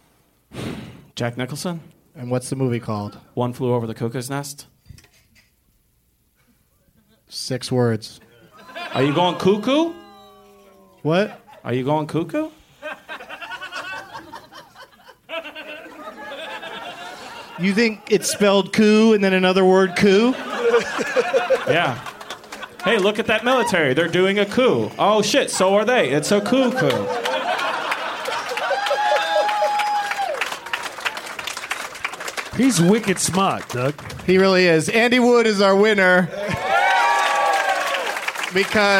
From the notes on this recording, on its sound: Live from the Punch Line in Sacramento